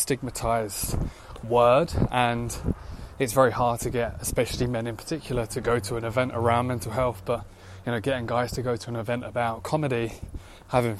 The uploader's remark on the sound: I was walking home last night from a productive day in London, it was 11pm, dark, I was power walking to get home as quickly as possible but I decided to hit record on a voice note